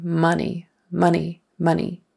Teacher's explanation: Always the emphasis is on the first syllable for money.